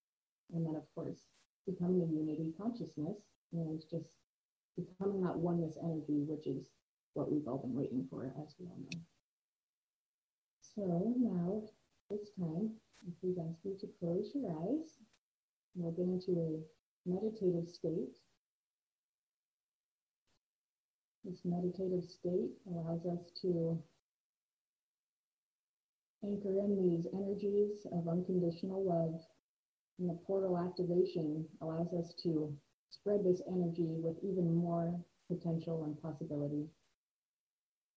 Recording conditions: poor sound quality